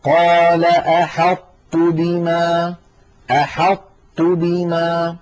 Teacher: يكون بإطباق اللسان، بأن يقرع اللسان مخرج الطاء من غير قلقلة، يقرع اللسان مخرج الطاء من غير قلقلة، ثم لما يفتح لا يفتح على طاء بل يفتح على تاء · Term: الإدغام الناقص